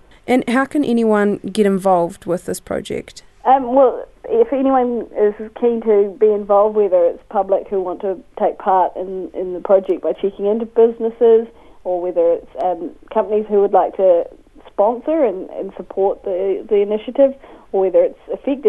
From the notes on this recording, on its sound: joins us on the phone